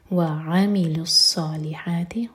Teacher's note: واو الگ ورڈ اور عملوا الگ، تو عین پر زور دے کر پڑھیں گے